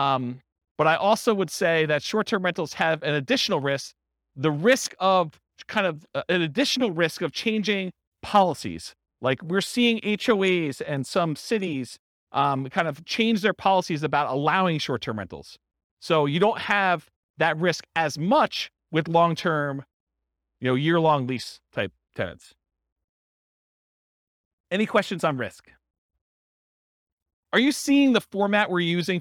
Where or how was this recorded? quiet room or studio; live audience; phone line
live audience